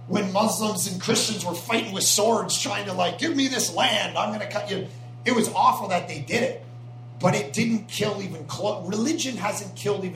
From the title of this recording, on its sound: Q and A at a coffee shop in Toronto